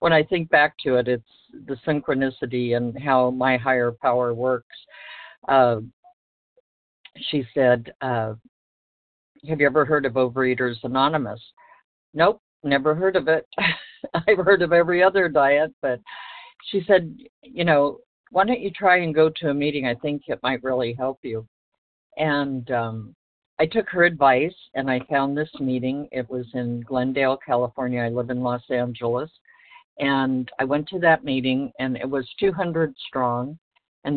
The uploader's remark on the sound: from the 100 Pounders Phone Meeting